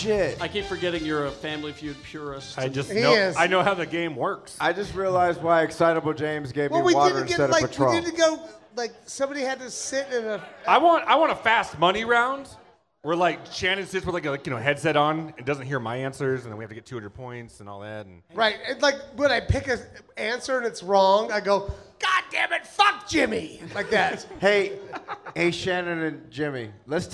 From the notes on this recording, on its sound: Recorded Live at 50west club in front of a packed house, last day of SLCC 2016.